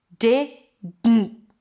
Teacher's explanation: We have de and then dn't. It's a D and then you release the air through the nose. That's technically the N. And then you stop it abruptly. That's the T at the end.